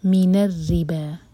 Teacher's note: را باریک اور با دو حرکہ